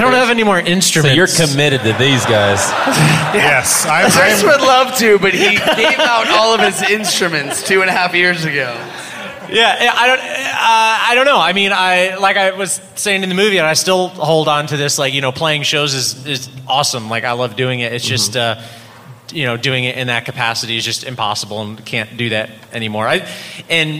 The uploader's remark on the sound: BC Live in Tampa.